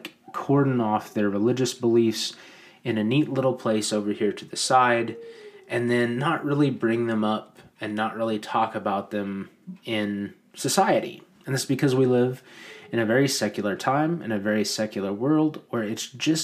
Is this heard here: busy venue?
no